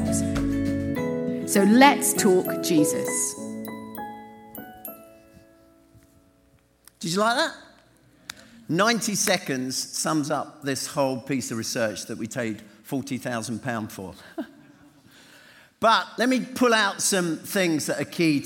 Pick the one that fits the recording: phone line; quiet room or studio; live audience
live audience